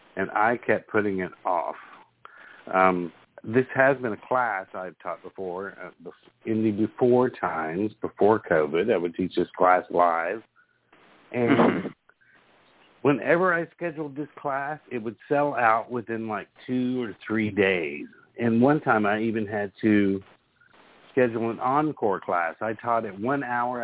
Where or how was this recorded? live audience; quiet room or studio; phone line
phone line